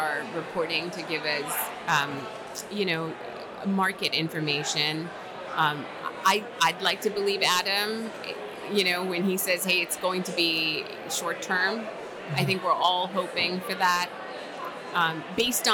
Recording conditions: busy venue